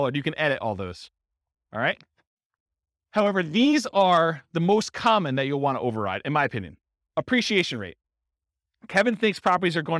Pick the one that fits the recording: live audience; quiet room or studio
live audience